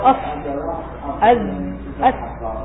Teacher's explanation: مخرج حروف الصفير من طرف اللسان مع ما بين الثنايا العليا والسفلى قريبة إلى السفلى